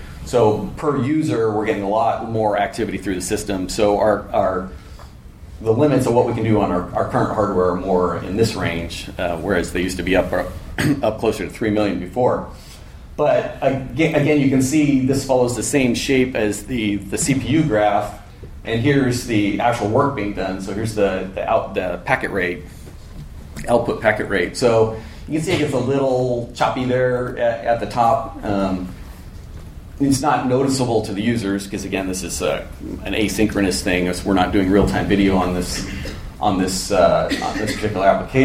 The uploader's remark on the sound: A recording from a MeetBSD California 2014 talk